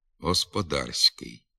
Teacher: У літературній мові пом'якшується звук «с» у суфіксі «ськ»